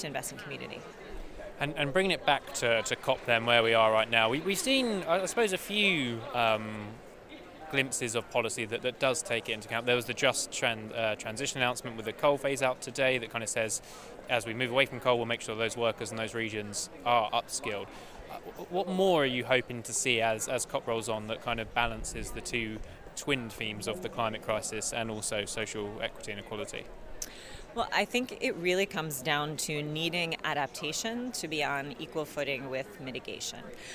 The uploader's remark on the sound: The team are re-united in the Blue Zone to reflect on a fast and furious Energy Day of COP26. We catch an army of Pikachus outside of the COP walls.